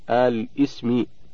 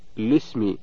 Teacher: البدء بهمزة الوصل في أل مع تحريك اللام بالكسر للتخلص من التقاء الساكنين · Shown in: first take · فنقول آل اسمي.